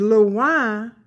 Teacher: loin takes the nasal E vowel. So if you had an E without nasalizing it, it would sound different.